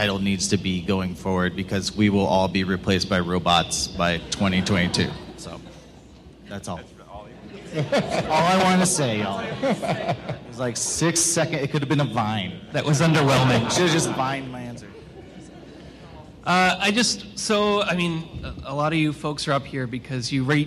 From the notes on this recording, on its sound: A special recording of the CSS Dev Conf 2015 Wrap Up Panel with lots of great questions from the audience.